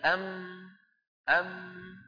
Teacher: فإذا جزء الميم الشفوي شديد